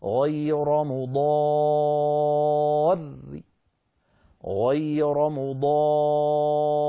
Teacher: إن وقفنا بالروم وهو بعض الحركة نرقق الراء